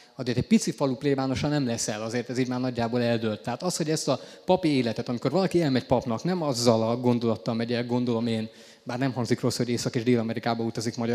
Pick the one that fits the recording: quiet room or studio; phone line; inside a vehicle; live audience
live audience